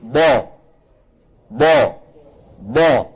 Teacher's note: ضاد متحركة أيضا هنا حاولنا أن نعبر بالأسهم عن أن الصوت يتجه يمنة ويسرة ولا يتجه إلى الأمام